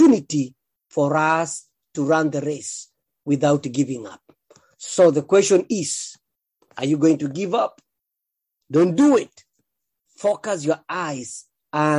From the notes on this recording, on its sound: Thank you for praying and joining Living Effectively zoom meeting